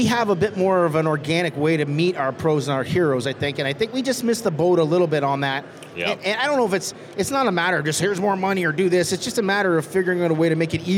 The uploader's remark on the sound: We were live at the Toronto Bike Show over the weekend